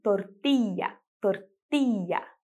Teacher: Pode ser falada como eu acabei de dizer, tortilla, tortilla, com esse som de já, já no final. E também pode ser falada tortilla, com esse I mais longo